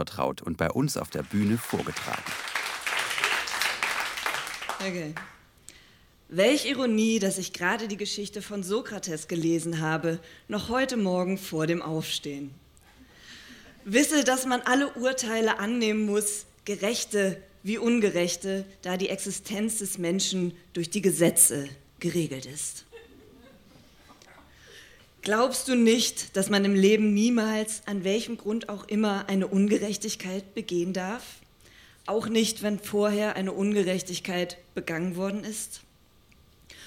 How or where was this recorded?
live audience